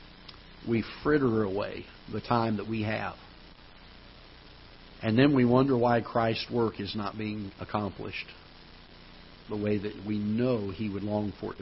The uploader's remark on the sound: Ketha Heights Baptist Church ~ Live Broadcast